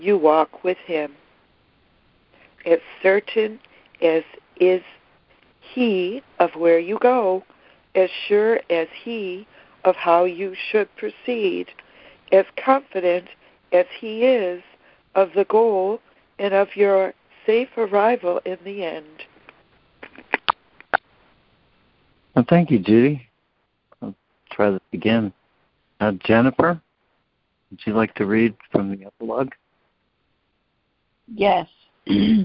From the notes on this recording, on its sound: ACIM Daily Conference Call